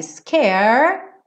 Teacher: Aqui também, scared, a gente não pronuncia a letra E. Então, enrolou a língua para o R, scared, põe o D, scared